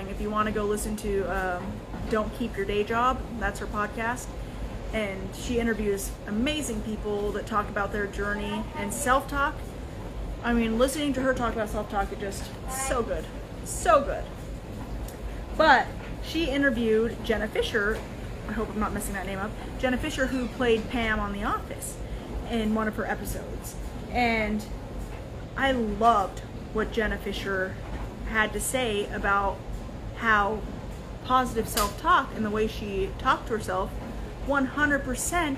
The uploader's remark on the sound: Instagram LIVE - RAW and Uncut